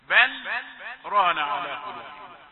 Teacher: هنا سكتة بمقدار حركتين